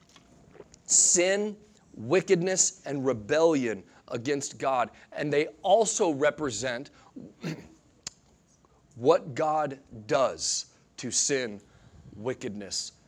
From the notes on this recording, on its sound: Sunday Morning Sermon Audio